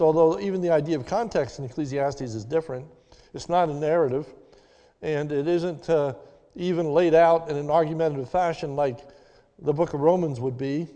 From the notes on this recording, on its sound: This is a sermon recorded at the Lebanon Bible Fellowship Church on 5/9/21 during the evening service